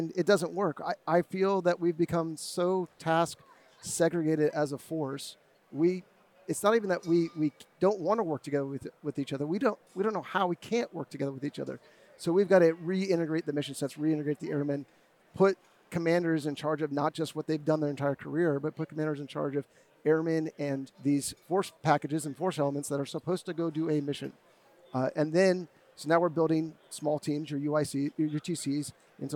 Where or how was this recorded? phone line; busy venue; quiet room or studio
busy venue